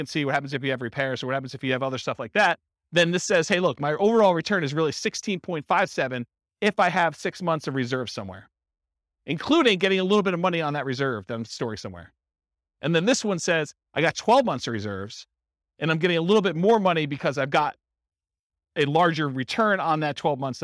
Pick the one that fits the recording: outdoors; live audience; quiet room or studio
live audience